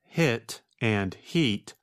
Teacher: the two words hit and heat will both sound like heat when spoken with a Spanish accent. You can learn to hear the difference between sounds in a foreign language by careful practice using minimal pairs.